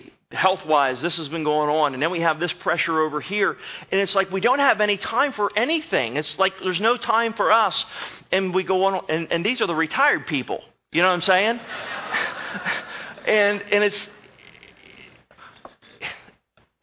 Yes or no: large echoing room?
yes